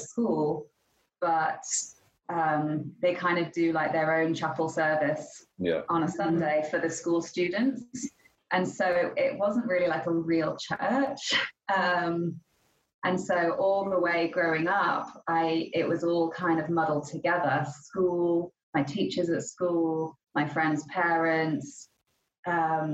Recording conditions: video call